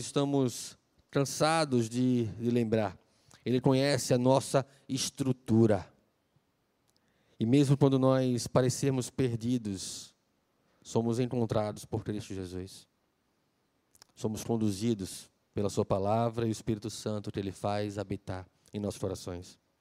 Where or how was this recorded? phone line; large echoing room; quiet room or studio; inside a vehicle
large echoing room